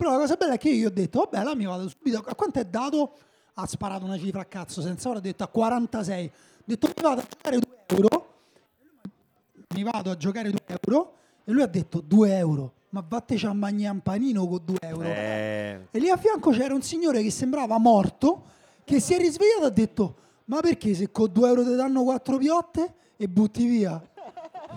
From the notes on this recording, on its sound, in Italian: Dal vivo in mezzo a voi